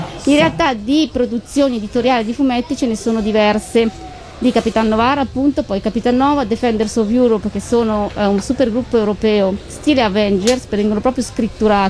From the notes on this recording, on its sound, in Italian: Da San Marino Comics 2020 la nostra intervista